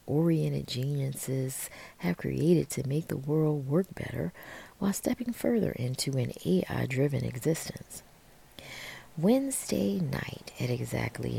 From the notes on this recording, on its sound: An audio recording made on November 18, 1978, at the Peoples Temple compound in Jonestown, Guyana. The sound levels were increased as close as possible to clipping when I mastered to CD-R from cassette and then normalized to -18dB average RMS power (loudness) in Sound Forge.